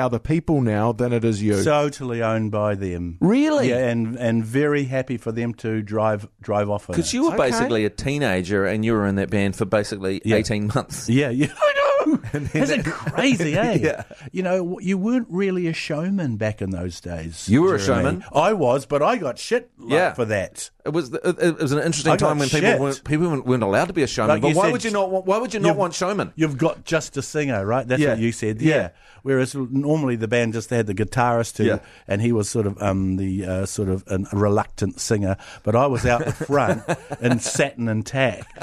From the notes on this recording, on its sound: called in to chat